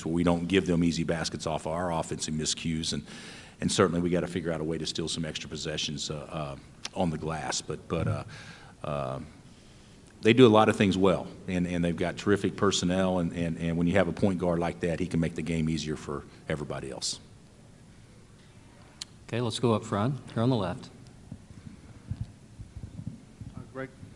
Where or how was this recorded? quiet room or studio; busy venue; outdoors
busy venue